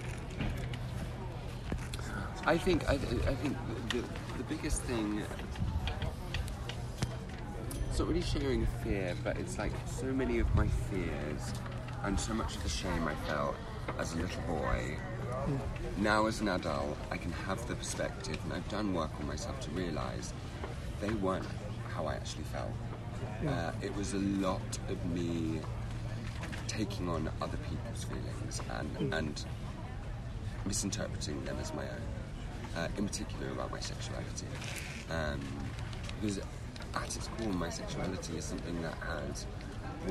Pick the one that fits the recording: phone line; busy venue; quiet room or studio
busy venue